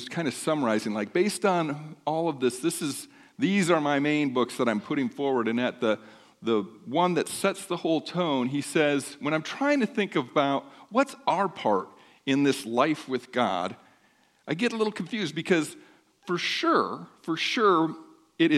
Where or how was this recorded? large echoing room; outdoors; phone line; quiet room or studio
large echoing room